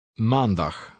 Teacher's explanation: Regular word stress in Dutch falls on the second to last syllable, which in this case is man.